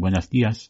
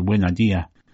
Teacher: in some varieties of Spanish, for example in Cuba, S's on the end of words are often not pronounced · Shown in: second take · so the standard Spanish greeting, buenos dias, in Cuba becomes buena dia.